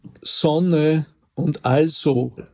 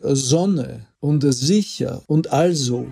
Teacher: das stimmhafte S im Anlaut vor Vokal · Shown in: second take